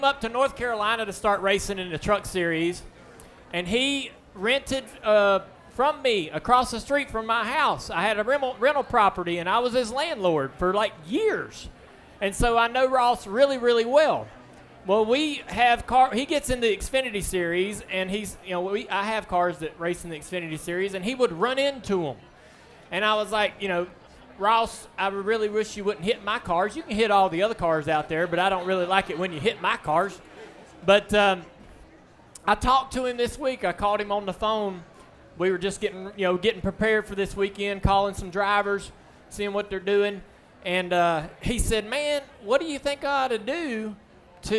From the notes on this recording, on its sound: Live from Ole Red in Nashville. It was live, in a bar full of beverages.